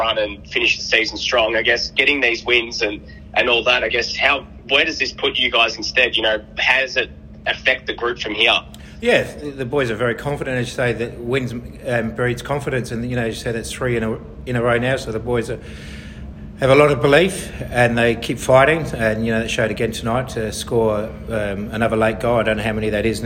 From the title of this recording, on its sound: Post-Match Press Conference